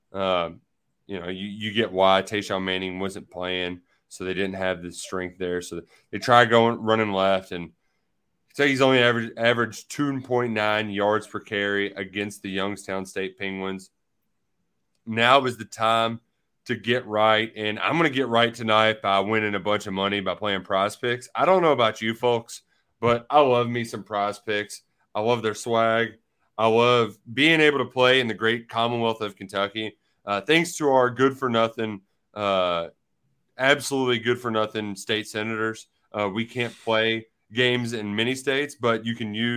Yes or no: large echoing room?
no